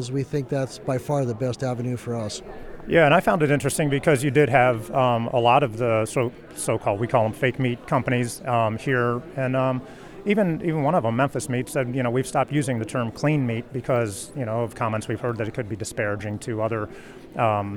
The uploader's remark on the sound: Live Report From The Big Ol' #FakeMeat Hearing in DC (No Music).